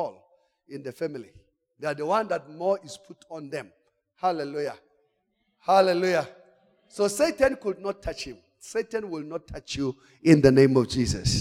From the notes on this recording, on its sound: Service: The Gathering. Campus: Arcadia. Message preached during The Gathering of Branches in Arcadia.